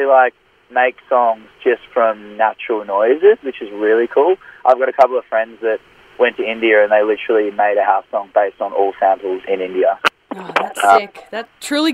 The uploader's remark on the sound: called into the house for a chat